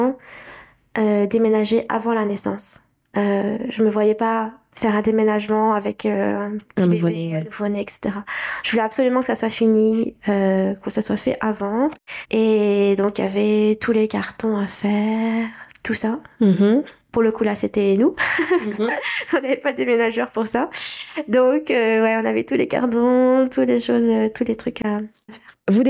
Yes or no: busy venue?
no